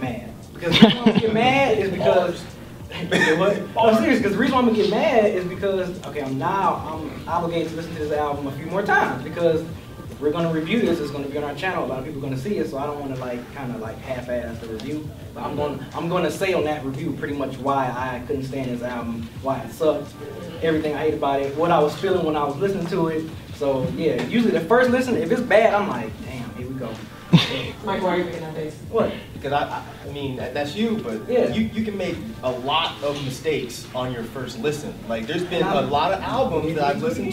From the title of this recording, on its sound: DEHH Live Panel Discussion